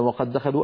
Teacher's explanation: أدغمنا الدال الأولى في الثانية فصار النطق بدال واحدة مشددة · Term: الإدغام